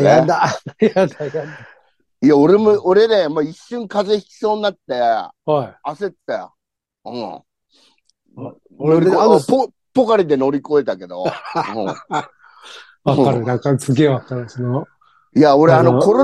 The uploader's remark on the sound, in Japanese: ZOOMで収録